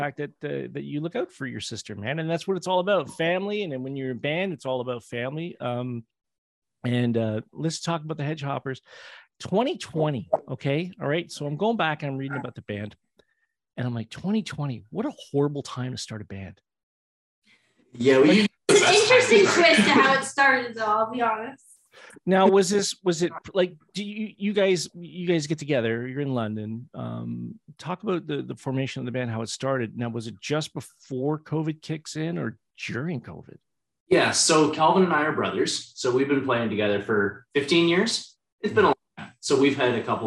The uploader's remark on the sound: Share one camera on the Zoom link. Please note this podcast is the edited version that airs on the SCM radio show.